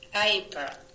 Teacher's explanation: the back of your tongue dropped down a little bit too far to give us an ah, and then going up to the E. So you have the second half perfect.